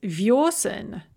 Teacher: And then visna becomes vyosen. Note the switch from ye to yo when it falls under stress